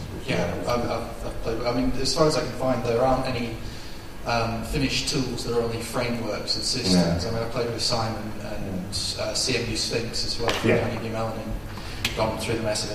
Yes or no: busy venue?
yes